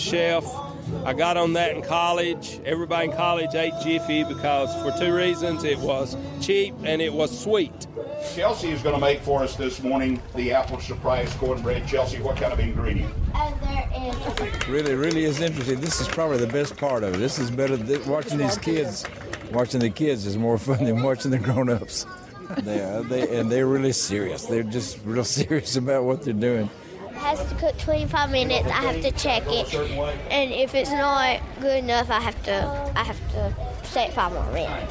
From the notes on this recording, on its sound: an audio postcard from a cornbread--- that's right, cornbread-- festival in Tennessee